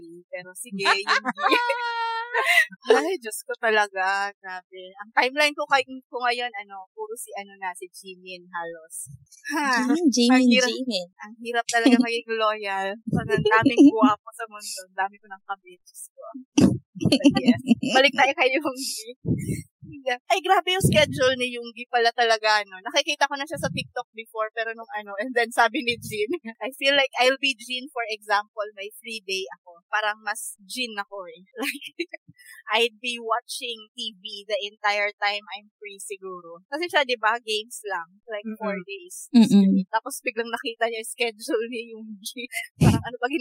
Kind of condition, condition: fault, poor sound quality